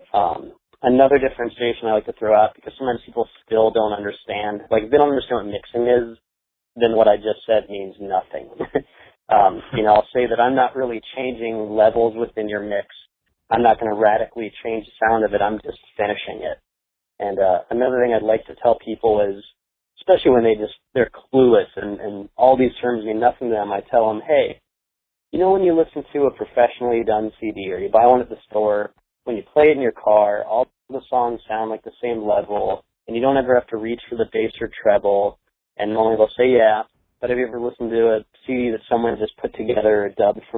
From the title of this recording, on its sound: Phone Interview